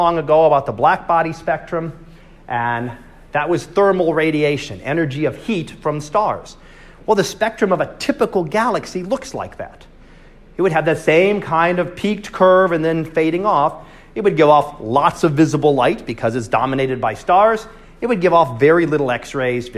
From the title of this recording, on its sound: Live Class Lecture